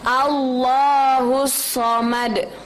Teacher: Sama, di akhirnya ada dal, jadi harus dipantulkan, ada kol-kola.